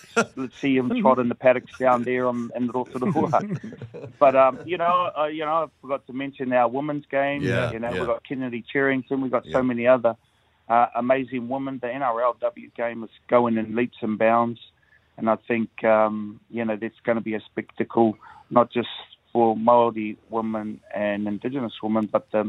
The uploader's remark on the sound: Today we were joined on the phone